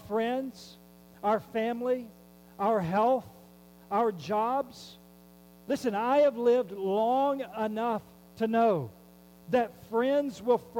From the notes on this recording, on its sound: There is a hum throughout the recording. We have worked on the audio to the best of our ability to lesson its presence.